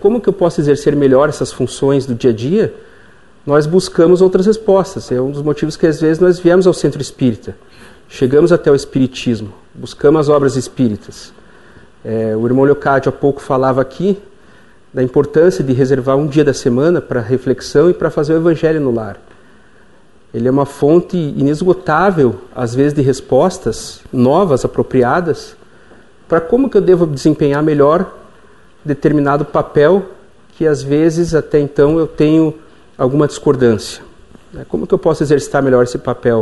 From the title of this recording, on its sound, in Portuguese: Palestra ao Público